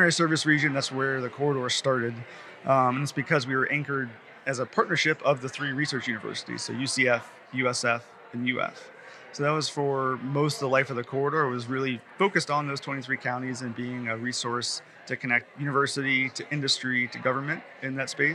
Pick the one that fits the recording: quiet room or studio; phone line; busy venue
busy venue